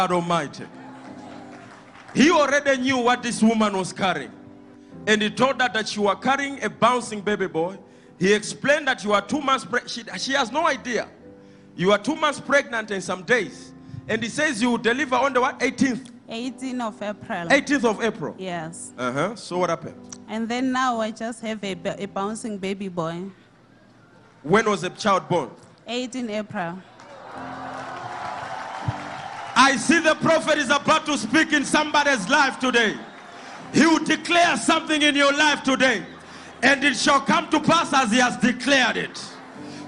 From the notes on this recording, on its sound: Sunday Live Service 21/05/17